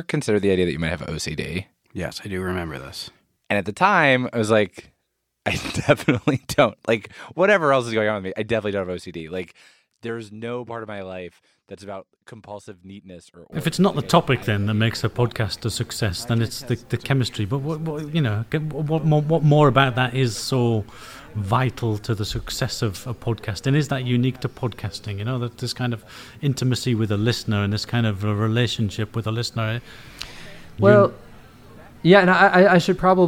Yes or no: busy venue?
yes